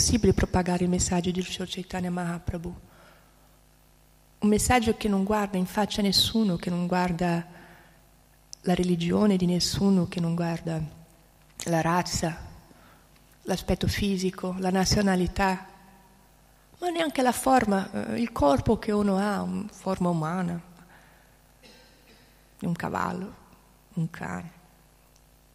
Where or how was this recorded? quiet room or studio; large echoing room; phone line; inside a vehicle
large echoing room